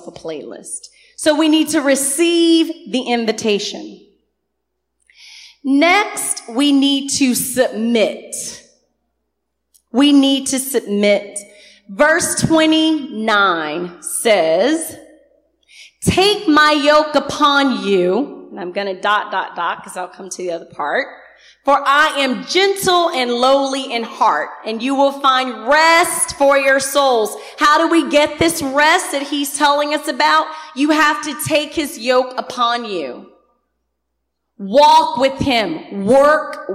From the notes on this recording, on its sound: Recorded on 2016-07-24 at the 11:30am Service